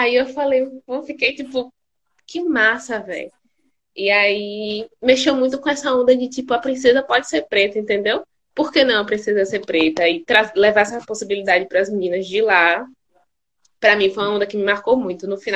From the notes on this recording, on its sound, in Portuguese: Este episódio surgiu de uma Live no instagram